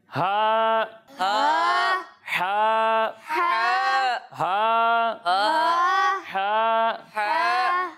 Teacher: جب ہم ہا کی ادائیگی کریں گے تو اسے حلق کے درمیانے حصے سے پڑھیں گے